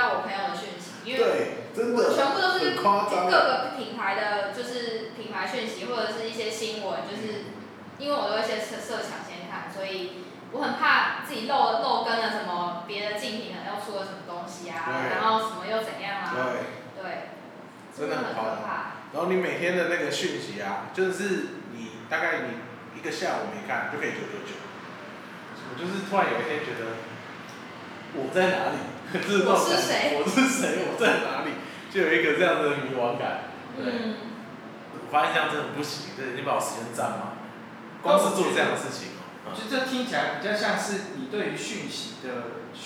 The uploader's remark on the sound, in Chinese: 錄音以及內容問題前面幾集還在試錄跟摸索，請大家多多見諒喔